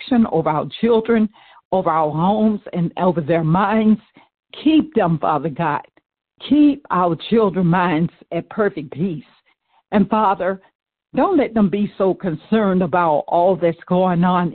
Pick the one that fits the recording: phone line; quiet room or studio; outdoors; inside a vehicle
phone line